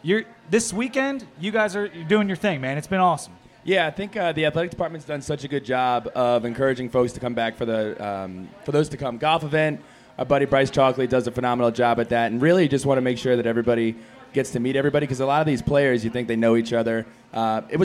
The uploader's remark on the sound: The Spring Game Pregame Show live from Sharkey's. Came together down in Blacksburg.